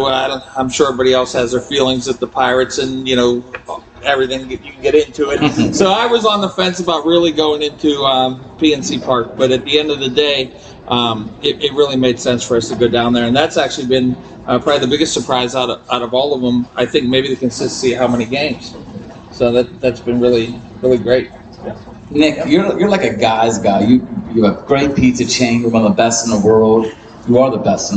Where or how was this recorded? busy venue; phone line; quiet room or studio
busy venue